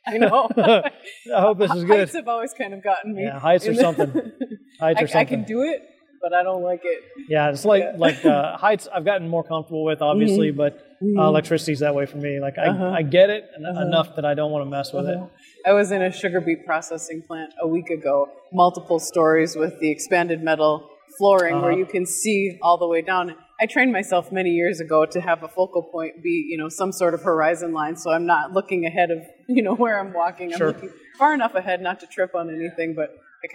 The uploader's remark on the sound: NSC Live. Live from the Expo floor of the NSC Congress.